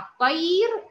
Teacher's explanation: وهكمل، لكن هقف على الطير وقفت عليها يعني سكنت الراء، يبقى اذا الراء انتبهي لازم تكون ساكنه وما قبلها الياء، يبقى في الحاله دي هرقق · Term: مرققه